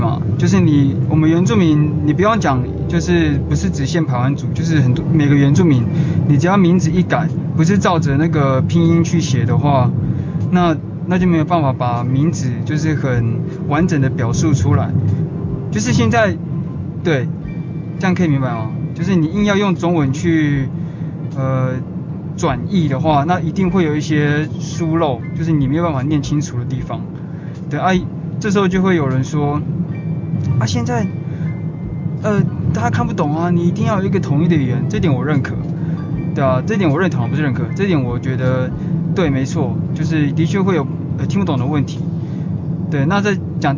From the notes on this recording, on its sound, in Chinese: 開車的路上。抱歉雜音很多～因為出門時突然靈感想乍現，就直接錄了～。